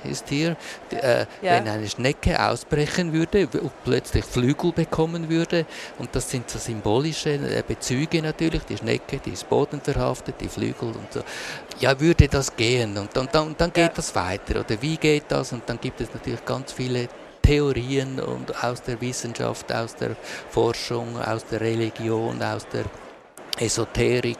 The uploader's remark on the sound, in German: Von der Swiss Art Expo in Zürich. Wir haben die Gespräche im September live aufgezeichnet.